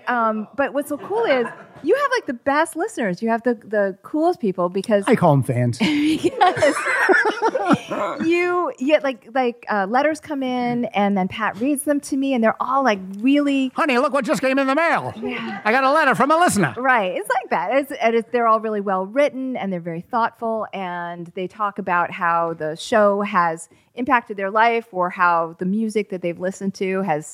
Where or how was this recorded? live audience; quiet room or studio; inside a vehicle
live audience